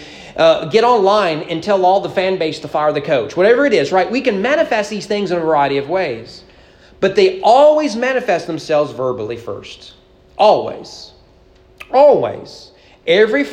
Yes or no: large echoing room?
yes